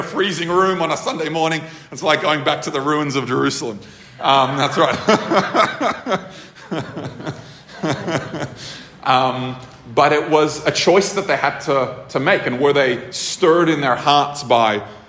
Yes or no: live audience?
yes